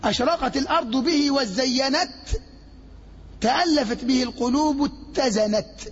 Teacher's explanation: فالقافية لآخرها ساكن مقيدة، أي أنها قافية ساكنة